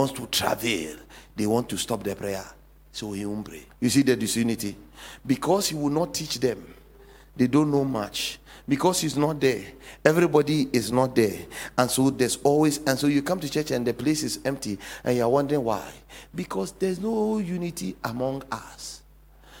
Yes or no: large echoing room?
yes